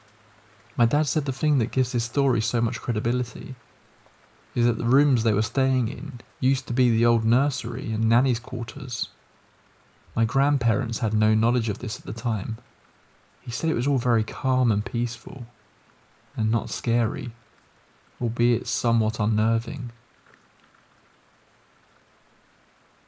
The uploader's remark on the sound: Scary stories with the sound of rain falling in the background.